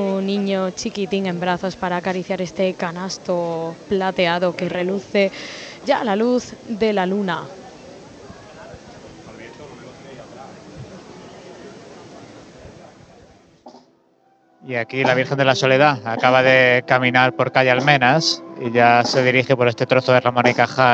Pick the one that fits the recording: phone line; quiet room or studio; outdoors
outdoors